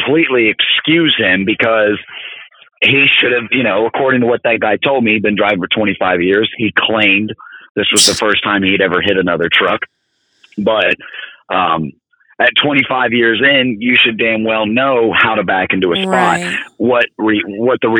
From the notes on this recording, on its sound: calls in from the road